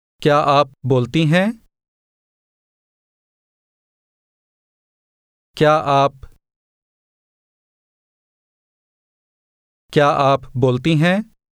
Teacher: Notice again how the first two words run together.